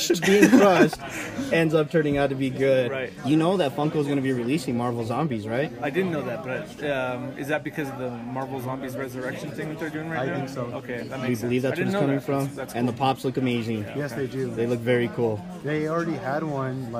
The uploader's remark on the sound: In today’s episode the guys were live at Lobo Comics